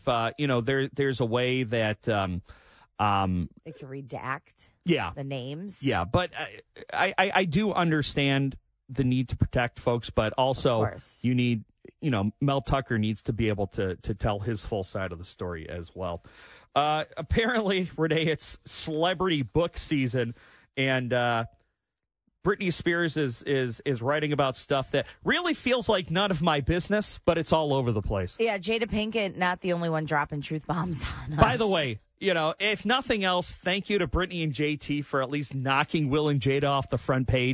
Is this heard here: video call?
no